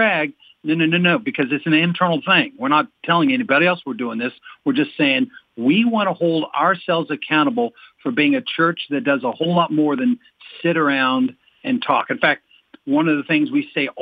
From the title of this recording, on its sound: Today's Phone Guest